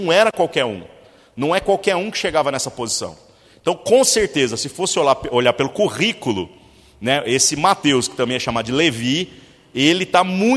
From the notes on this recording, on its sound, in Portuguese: Culto semanal de exposição Bíblica. Na Igreja Sal da Terra - Manifesto, em Uberlândia-MG.